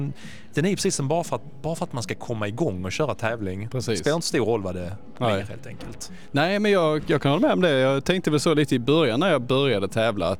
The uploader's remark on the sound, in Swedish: Direkt från invigningen av nya KIA Center hos Hedin Bil i Helsingborg snackar vi lite om tävlingssäsongen som kommer och hugger två löpare på plats.